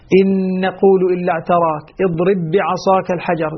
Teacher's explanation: الحرف مع نفسه، إن نقول إلا اعتراك، اضرب بعصاك الحجر، يصبح الحرفان حرفا واحدا مشددا، ويسمى الإدغام عندئذ إدغام مثلين صغير